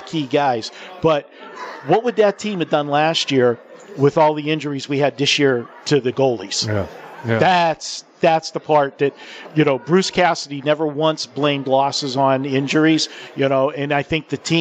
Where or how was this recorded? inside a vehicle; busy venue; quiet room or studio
busy venue